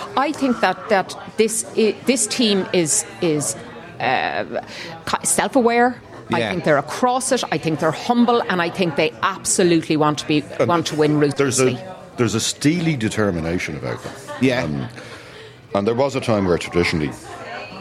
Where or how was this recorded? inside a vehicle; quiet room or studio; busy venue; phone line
busy venue